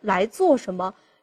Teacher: 那个“来做什么”那个做字稍微读得重一点